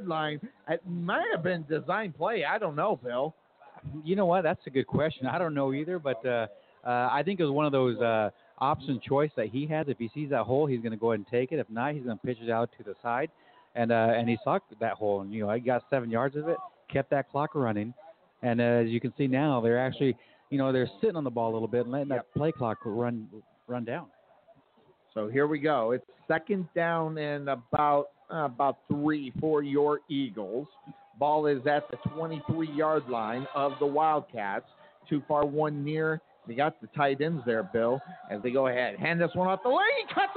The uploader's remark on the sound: Live Play-by-Play LIVE from HBJ Stadium